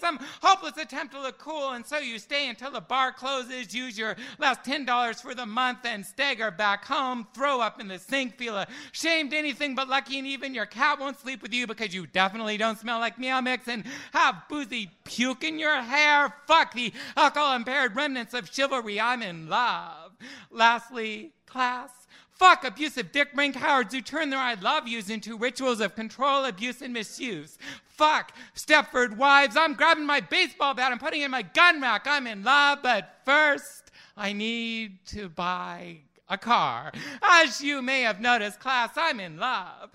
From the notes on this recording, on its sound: Part two of the slam recorded on May 29th 2001.